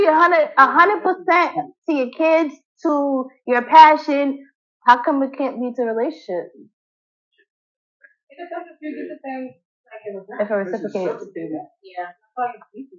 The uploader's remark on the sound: I do apologize for the poor audio as I am learning as I go through this journey.